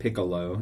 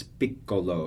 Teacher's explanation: Piccolo, you have the double C. So once again, you dwell on that double consonant. · Shown in: second take